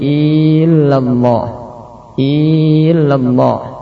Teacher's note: Berikutnya memanjangkan i sehingga menjadi illallah.